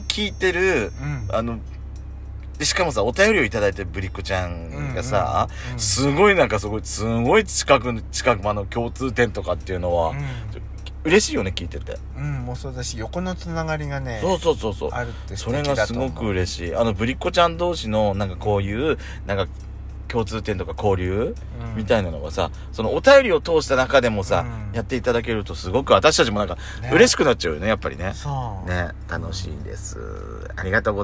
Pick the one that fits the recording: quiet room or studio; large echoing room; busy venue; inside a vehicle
inside a vehicle